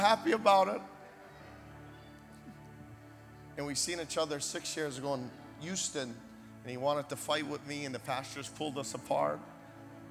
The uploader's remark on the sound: Recorded in Hollywood, FL at Kingdom Of GOD Ministries on 03/09/2023